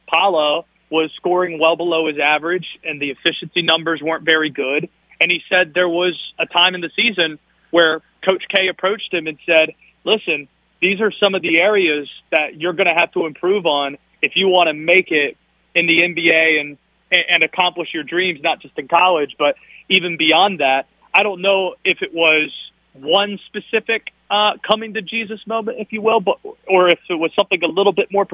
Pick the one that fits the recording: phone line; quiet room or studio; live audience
phone line